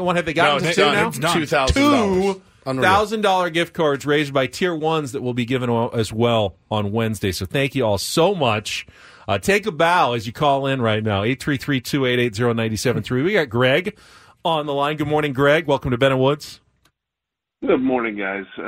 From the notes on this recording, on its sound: we open up the phone lines